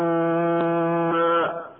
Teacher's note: وكلمة مما أصلها من وما وأدغمت النون الساكنة في النون بعدها وصارتا نونا واحدة تجد فيها الغنة بمقدار حركتين كما سمعنا. وهذا من المواضع التي اتصلت فيها من بما أي نون في نون ألف ولا نون بينهما فلا يصح الوقف على من وحدها. · Term: إدغام بغنة